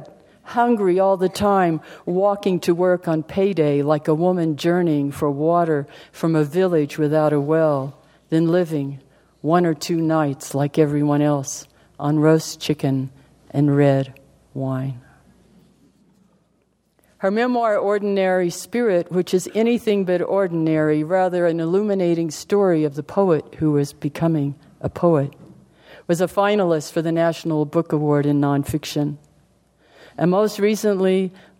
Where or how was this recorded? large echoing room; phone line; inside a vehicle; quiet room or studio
large echoing room